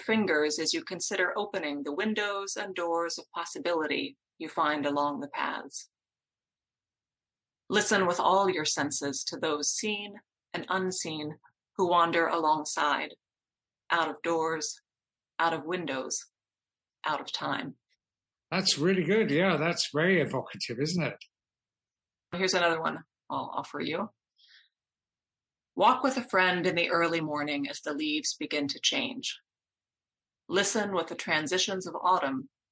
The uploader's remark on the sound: talk over the Internet on a Zoom call